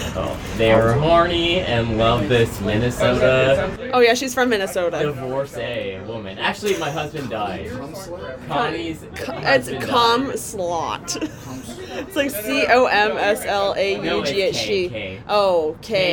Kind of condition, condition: fault, background noise